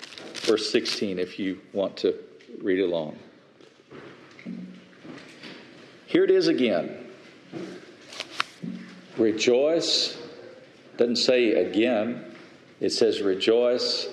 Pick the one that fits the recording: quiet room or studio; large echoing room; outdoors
large echoing room